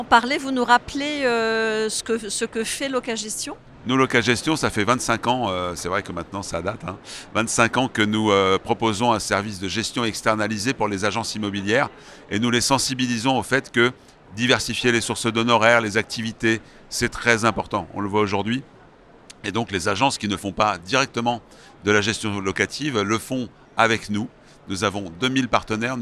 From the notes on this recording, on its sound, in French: Cet épisode a été enregistré en live du Salon RENT.